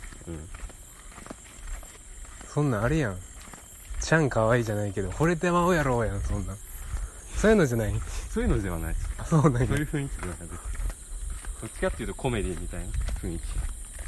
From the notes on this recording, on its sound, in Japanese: お散歩収録。夜は虫の音。